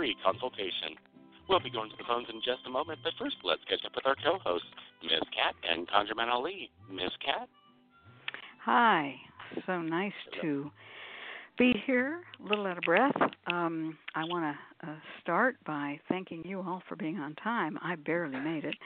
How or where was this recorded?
phone line